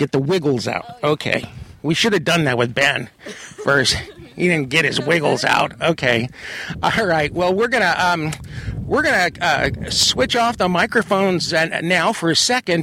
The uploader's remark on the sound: Records the show riding "Ben". Trotting past Cab Franc and Chardonnay grapes and California chaparral and through a bit of a cloudburst. Next, it's on to the tasting room of this six-generation family-run farm and vineyards at Cooper-Garrod Estate Vineyards.